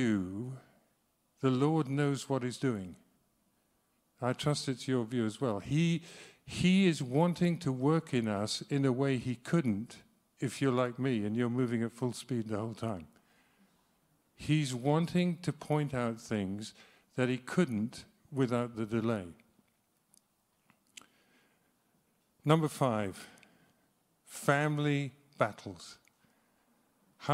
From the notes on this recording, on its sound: speaks live at Trinity Cheltenham